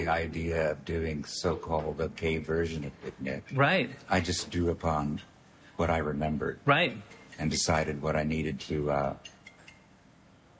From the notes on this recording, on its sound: in the lobby of his Burbank hotel